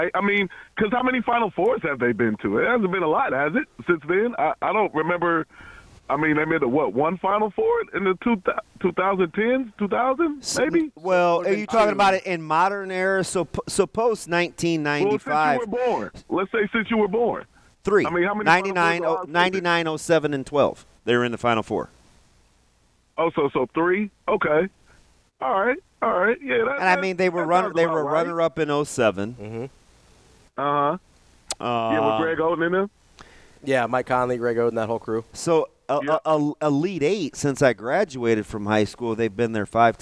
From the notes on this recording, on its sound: take your phone calls